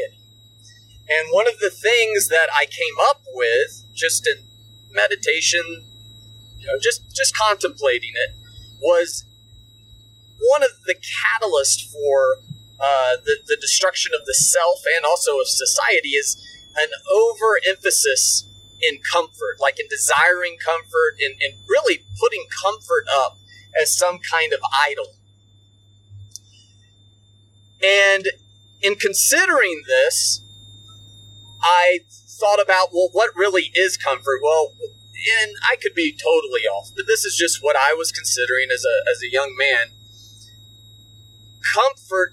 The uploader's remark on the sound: I apologize for the poor audio quality of the conversation, I was not able to make a high quality recording. We recorded this while driving across the country.